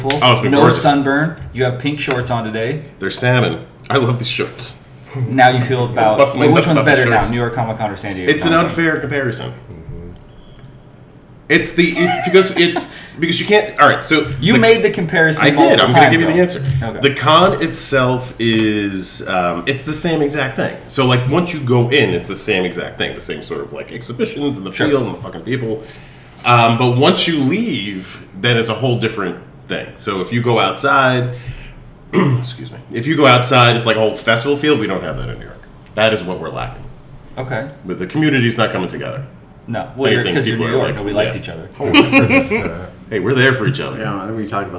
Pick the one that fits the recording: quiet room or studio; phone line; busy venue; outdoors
busy venue